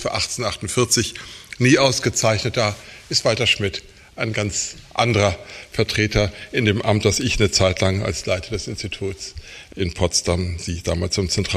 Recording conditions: live audience